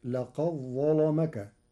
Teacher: قرأ ورش كلمتي لقد ظلمك بإدغام الدال في الظاء، فتصير لقد ظلمك مع تغليظ اللام لوقوعها بعد الظاء المفخمة.